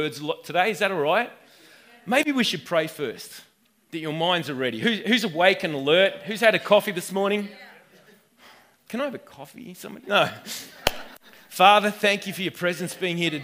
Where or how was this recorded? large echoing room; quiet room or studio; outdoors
large echoing room